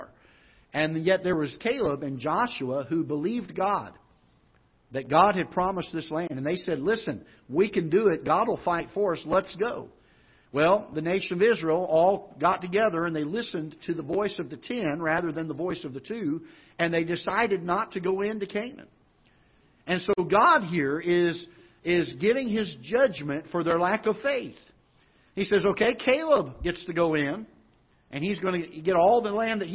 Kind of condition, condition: setting, large echoing room